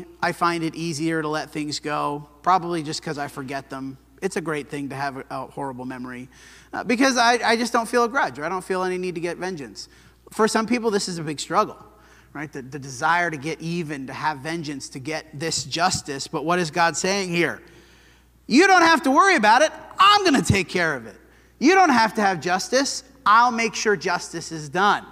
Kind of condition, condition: setting, large echoing room